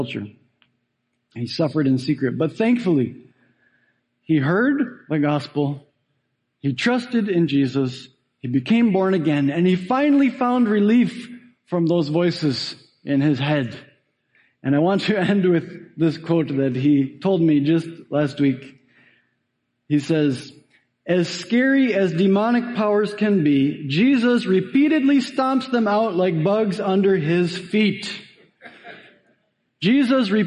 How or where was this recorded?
large echoing room